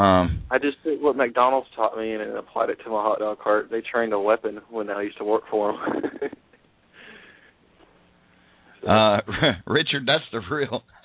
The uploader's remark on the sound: Please call in, purty puleze! From the chat lines and from the phone lines.